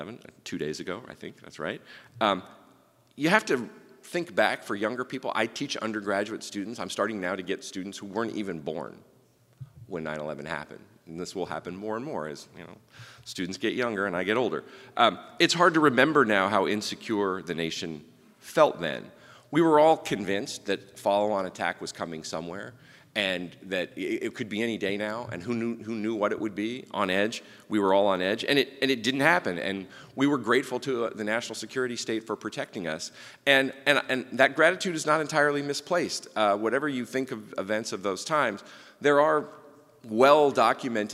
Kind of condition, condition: setting, live audience